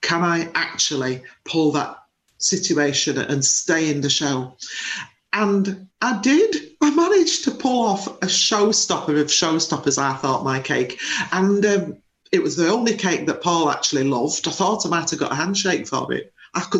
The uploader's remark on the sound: as we recorded this podcast remotely via Zoom.